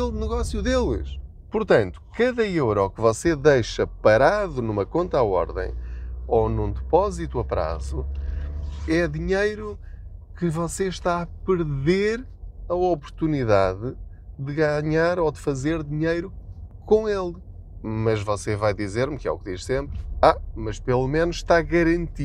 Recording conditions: inside a vehicle